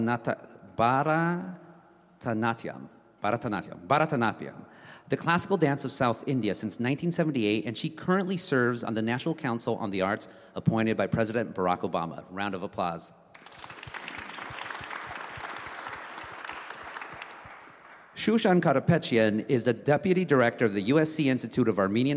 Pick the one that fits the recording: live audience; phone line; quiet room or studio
live audience